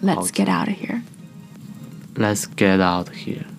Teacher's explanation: 重音在 out 上面。Let's get out of here. Let's get out of here.